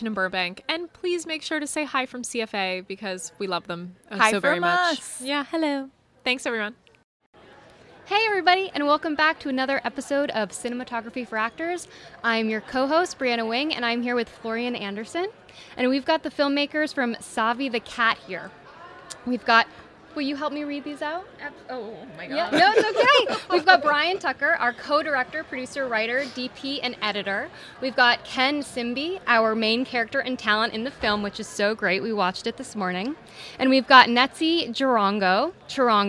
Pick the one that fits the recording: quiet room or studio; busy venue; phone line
busy venue